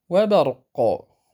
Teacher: الباء مرققة، الراء مفخمة لأنها ساكنة وما قبلها مفتوح فتفخم